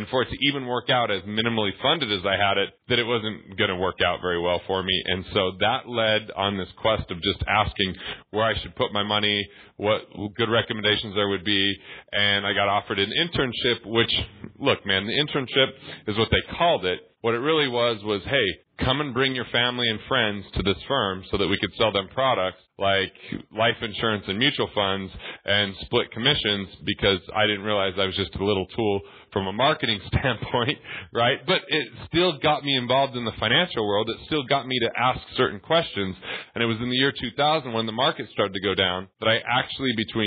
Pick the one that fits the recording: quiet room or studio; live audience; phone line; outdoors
phone line